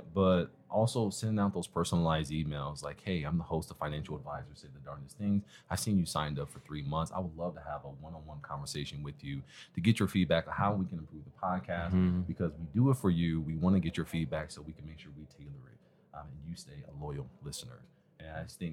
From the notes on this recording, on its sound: Podcast Movement 2023. Recorded live at the event.